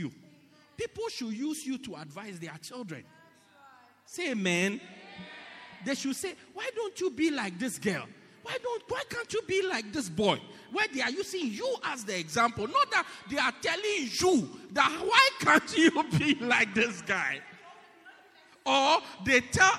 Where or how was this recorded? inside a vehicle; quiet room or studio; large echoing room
large echoing room